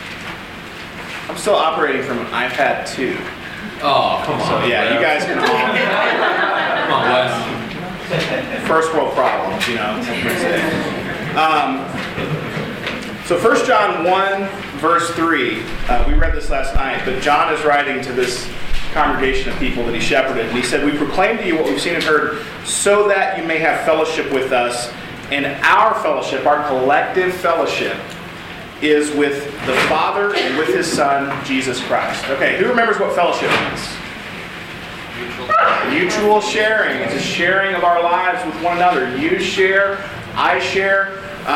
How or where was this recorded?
live audience